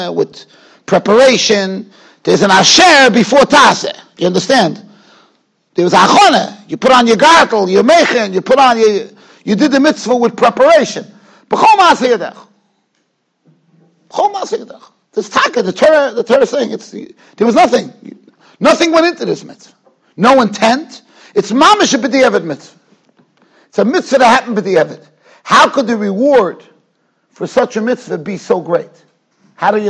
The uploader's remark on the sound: Shiur recorded in Yeshivas Ohr Reuven, Monsey, NY.